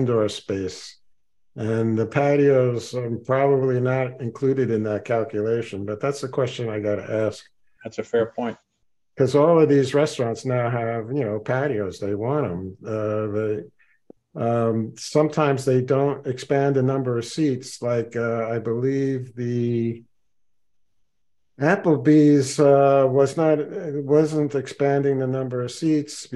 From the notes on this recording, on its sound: Zoom meeting. Participants had a lively discussion.